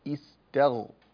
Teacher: فالغين مفخمة والتاء مرققة، لا تفخم التاء تبعا للغين، رقق التاء فخم الغين، استغ، لا تقل استا، شايف؟ · Term: تخليص الحروف